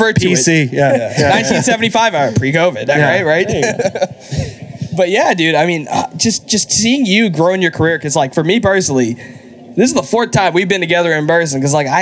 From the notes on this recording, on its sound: Live from Nantasket Beach. In our first-ever live podcast in front of an audience.